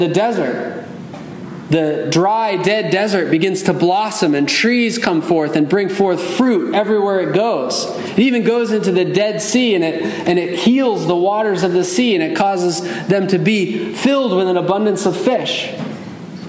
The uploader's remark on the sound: Message delivered Sunday, November 12, 2023 at Mt Carmel Primitive Baptist Church, Bel Air, Maryland.